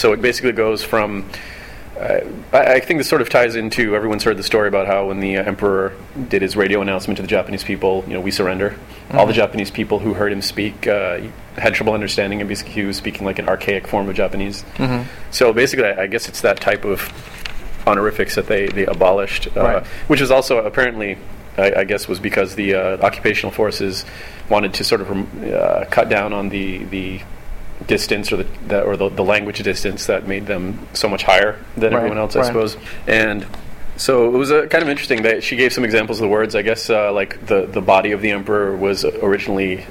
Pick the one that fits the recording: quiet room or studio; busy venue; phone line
busy venue